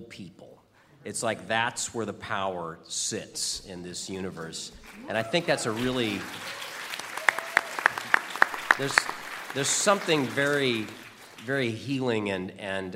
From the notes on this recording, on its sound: Live From New York Comic Con '21! They are also joined by hundreds of amazing audience members, who made the live experience so incredible and heart-warming.